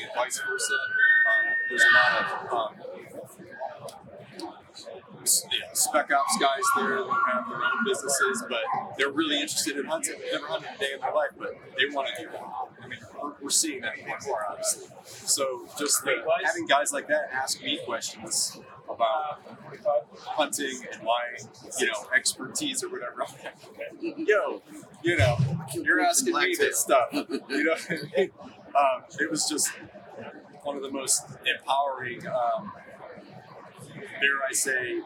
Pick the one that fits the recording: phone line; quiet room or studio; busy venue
busy venue